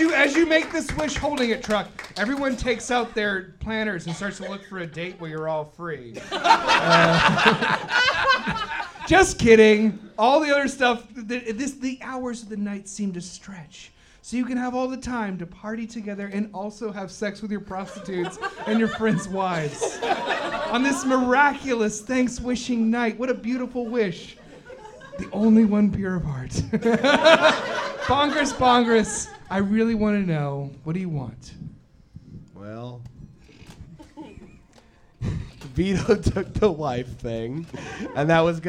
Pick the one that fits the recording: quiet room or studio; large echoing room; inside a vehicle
large echoing room